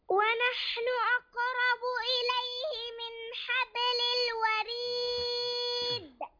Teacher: بين القلقلة في الدال عند الوقف